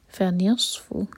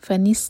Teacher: فنصف again زبان کی ٹپ یوز نہیں ہوگی، فنس نہیں ہوگا ورنہ سین کی آواز ہوگی · Shown in: first take · اور پھر میننگ چینج ہو جائے گا. · Term: صاد ہیوی